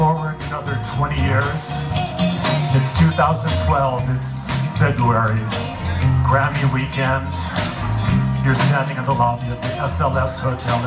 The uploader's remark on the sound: With band, live at Pappy & Harriet's.